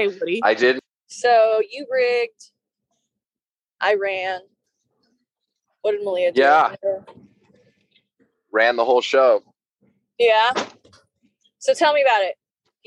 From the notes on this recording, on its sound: The best we could do was hop on an episode while driving home from the Culture Hot Sauce Farmers Market booth.